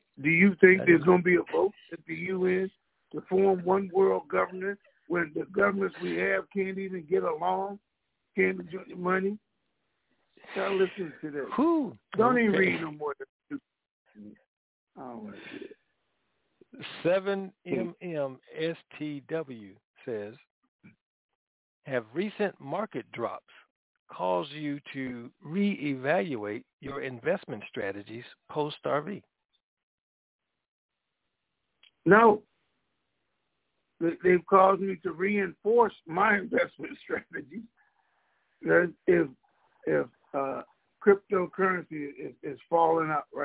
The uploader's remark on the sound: TNTSuperfantastic Conference Call